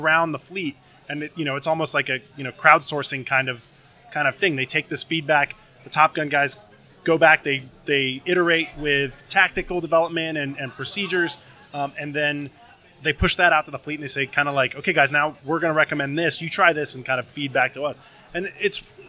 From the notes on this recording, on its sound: Live from Tailhook